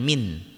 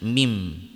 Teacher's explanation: Dan ketika nun mati atau tanwin bertemu dengan ba, maka dibaca iklab. Iklab itu adalah merubah nun menjadi mim, jadi bukan min tapi mim · Shown in: second take · yang asalnya nun maka berubah menjadi mim.